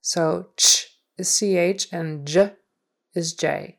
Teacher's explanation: J is the sound that is just like CH or ch, ch, ch, except that your voice is on. · Term: J sound